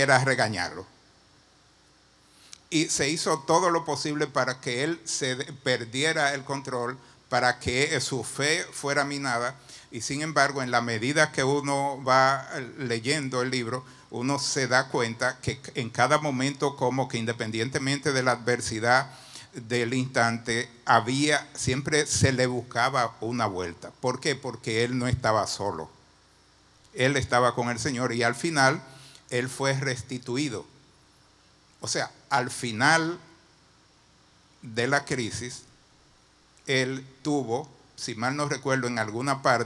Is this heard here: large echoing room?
yes